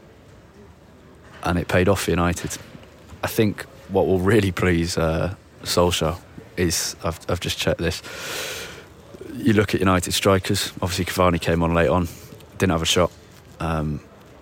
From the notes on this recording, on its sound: live from Old Trafford